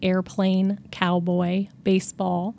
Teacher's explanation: These are two syllable words that have an equal amount of stress on each syllable.